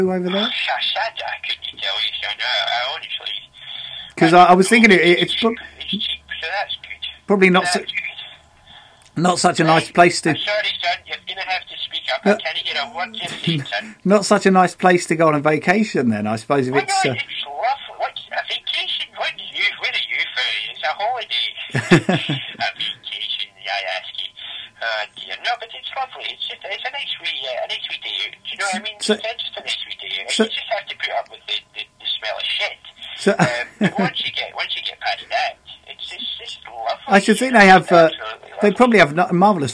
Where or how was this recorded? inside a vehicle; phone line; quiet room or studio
phone line